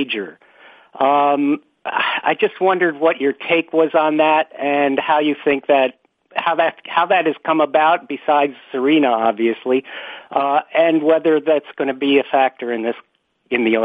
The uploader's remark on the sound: Australian Open Conference Call